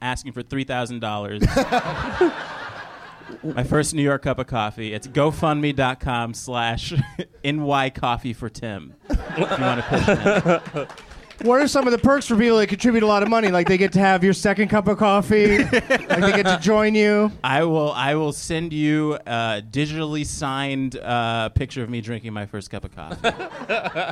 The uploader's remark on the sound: Live from Zanies in Rosemont, IL